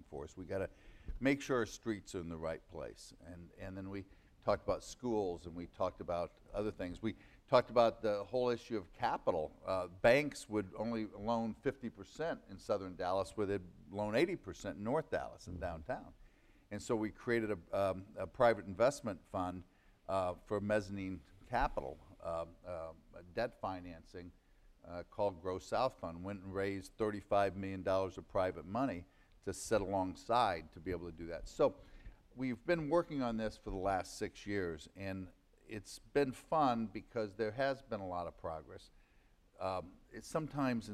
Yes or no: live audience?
yes